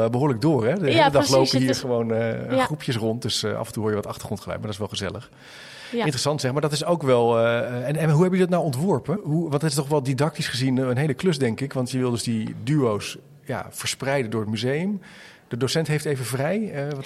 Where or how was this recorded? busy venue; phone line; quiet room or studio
busy venue